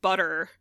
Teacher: Some people will transcribe it as schwa R, and some people will transcribe it as this schwa with a little curly tail that means R colored or roticized · Term: roticized schwa